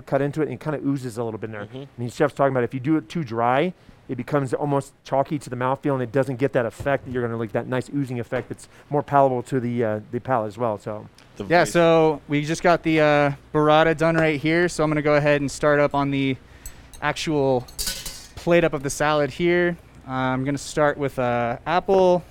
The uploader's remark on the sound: Live from Monarch Casino Resort Spa!